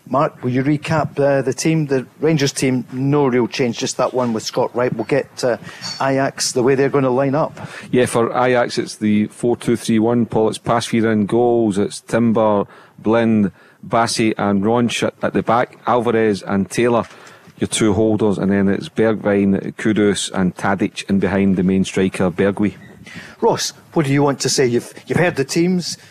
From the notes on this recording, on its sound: LIVE from the Radisson RED in Glasgow.